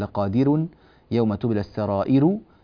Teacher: فنتنبه إلى ترقيق هذه الراء من لقادر يوم تبلى السرائر، لأن هذه الراءات مضمومة وقبلها مكسور